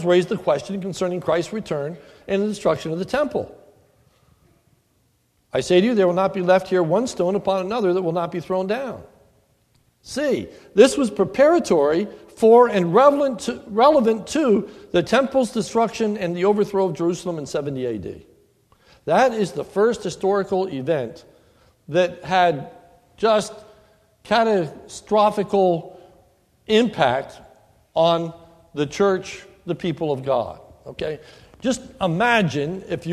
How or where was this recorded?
large echoing room